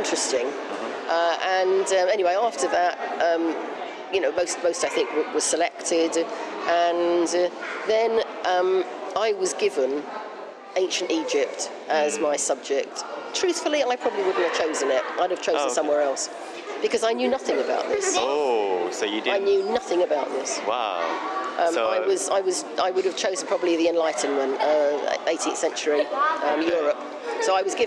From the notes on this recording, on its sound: As I’ve done this interview inside the museum, background noise is relatively loud. Peek into a free tour at British Museum.